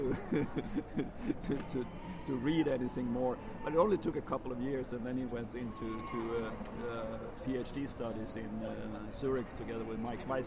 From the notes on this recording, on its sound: Apologies for the background noise - this interview was conducted LIVE at the London International Horse Show, Olympia can be very loud!